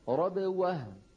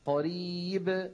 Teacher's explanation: مثلا هذه الكلمة رب ورب، بدي أنا أقول رب وعلى طول بدي غير شكل فمي مشان جيب الواو رب وه، لكن في كلمة قريب قريب الباء هنا ما بعدها شيء، فلذلك بيخرج صوتها أوضح من الباء التي في وسط الكلام · Shown in: second take · مو معناها الباء التي في وسط الكلام قلقلتها غير واضحة، واضحة، الأمر دائر بين بين وأبين وبين واضح وأوضح، انتبهنا. · Term: القلقلة الكبرى